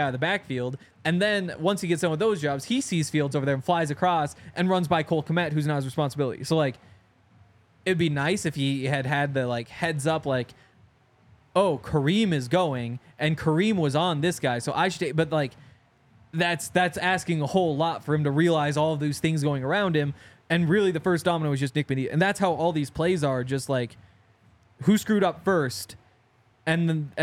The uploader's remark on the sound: coming to you LIVE from the DNVR Bar